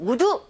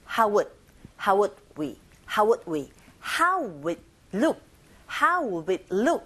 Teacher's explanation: 그래서 소리가 짧고 약해요. 보통 우드 하시면 안 되고 would 요 정도로 짧게 하시면 됩니다. · Shown in: second take